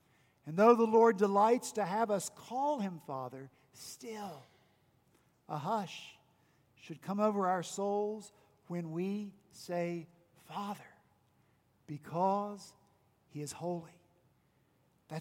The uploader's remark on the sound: on Sunday, June 2 at Redeemer Presbyterian Church in Charleston, SC